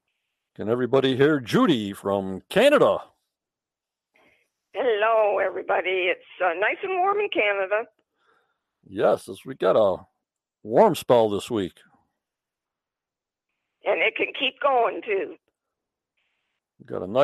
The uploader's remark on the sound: on the phone